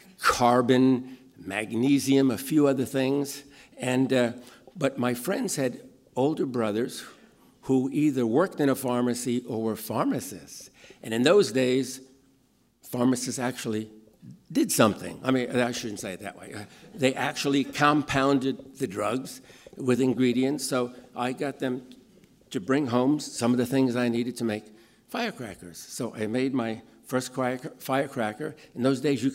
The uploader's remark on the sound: In this podcast, recorded at the 2014 International Achievement Summit in San Francisco.